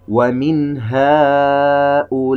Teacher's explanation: نجد أن النون الساكنة في كلمة ومن جاء بعدها حرف الهاء في كلمة أخرى منفصلة، إذا النون ساكنة وبعدها حرف الهاء إظهار حلقي. ومن هؤلاء، نلاحظ أننا نطقنا بالنون الساكنة من مخرجها الصحيح بدون غنة مستطالة